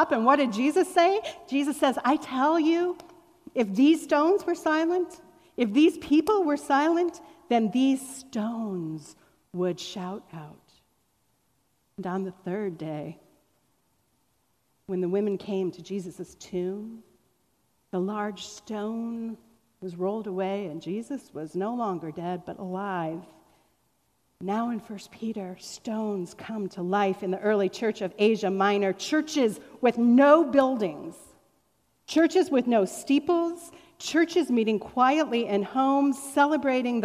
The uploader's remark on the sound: Was recorded on September 12, 2021 at Fairmount Presbyterian Church in Cleveland Heights, Ohio, during our Celebrate Sunday (Welcome back to Church!) event.